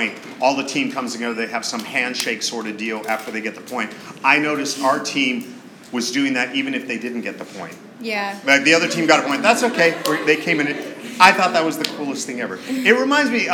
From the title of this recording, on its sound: LIVE STUDIO AUDIENCE!